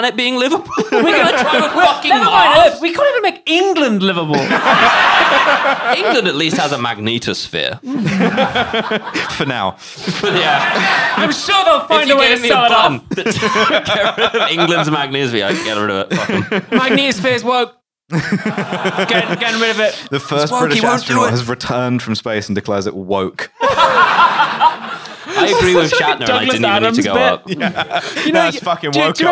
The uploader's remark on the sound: Recorded live at the Streatham Space Project.